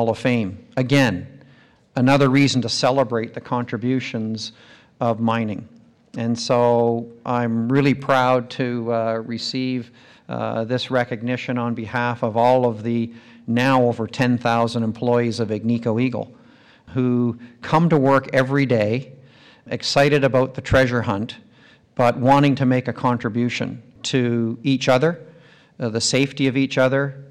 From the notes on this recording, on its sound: Recorded live at The Northern Miner's Progressive Mine Forum held at the MaRS Discovery District in October 2018.